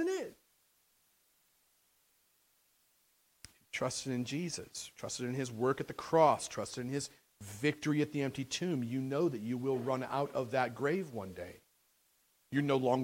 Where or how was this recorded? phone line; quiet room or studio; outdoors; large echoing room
large echoing room